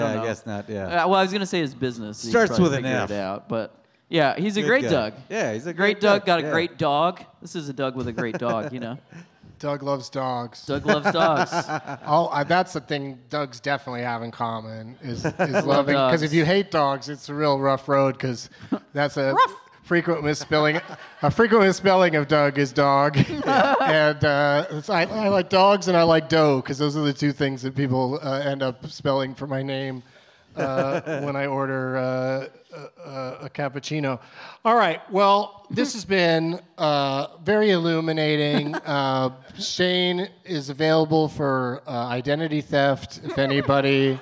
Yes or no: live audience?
yes